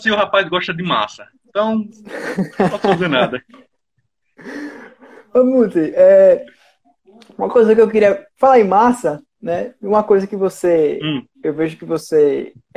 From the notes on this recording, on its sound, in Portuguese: Este episódio surgiu de uma Live no instagram